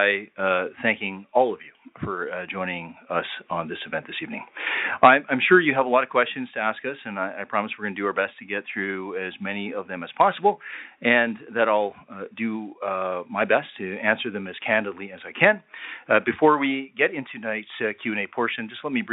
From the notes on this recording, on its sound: Public Safety Telephone Town Hall (Calgary). Interactive telephone town hall.